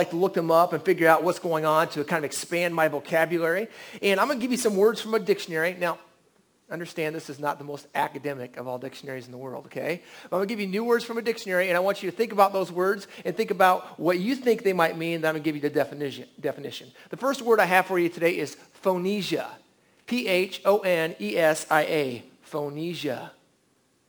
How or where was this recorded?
large echoing room